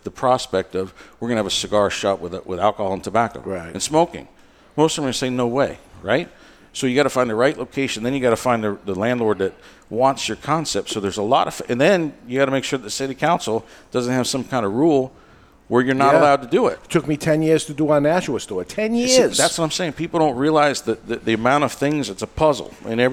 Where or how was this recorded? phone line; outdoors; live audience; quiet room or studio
live audience